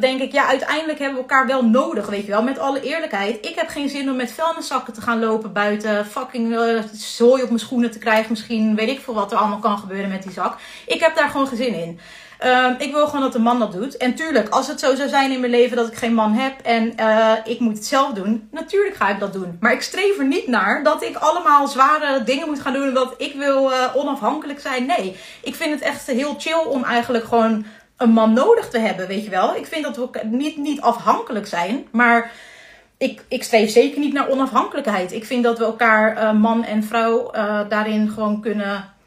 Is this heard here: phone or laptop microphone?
yes